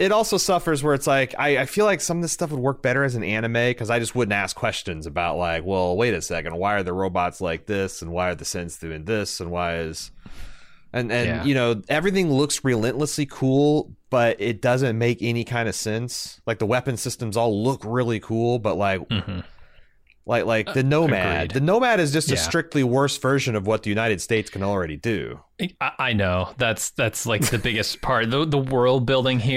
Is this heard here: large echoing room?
no